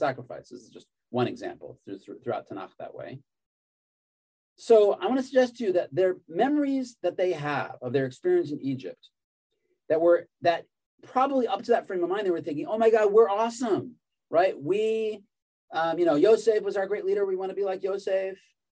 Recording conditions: video call